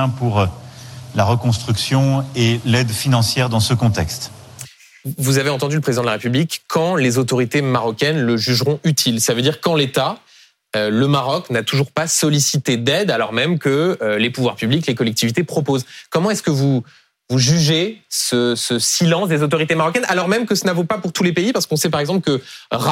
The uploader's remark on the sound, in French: En direct et en public. BFMTV.